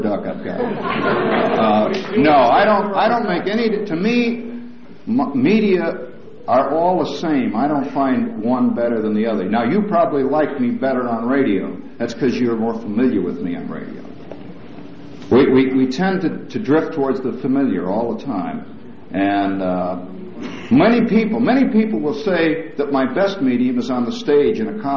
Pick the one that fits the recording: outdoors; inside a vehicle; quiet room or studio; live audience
live audience